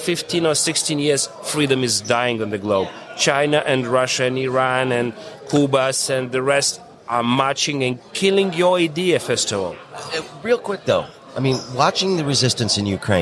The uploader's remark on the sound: We caught up with the Ambassador at the Detroit Regional Chamber's annual Mackinac Policy Conference